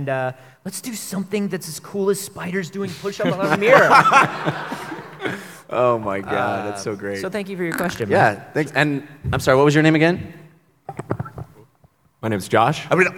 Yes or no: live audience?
yes